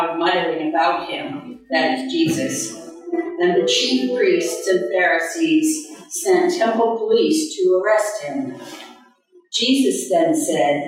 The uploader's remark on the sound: Sermon recorded in the Chapel at Union Congregational Church Sunday July 2, 2023.